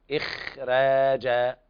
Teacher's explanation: لكن انتبه في رواية ورش، يعني هذا ملحظ دقيق جدا، في تفخيم الخاء ورش يرقق الراء، فالخاء قبلها لا تكون بنفس درجة التفخيم القوي عند باقي القراء، فيكون التفخيم تفخيما نسبي. ننظر إلى الخاء ساكنة وقبلها مكسور، كأن الخاء هي المكسورة، فتأخذ المرتبة الأخيرة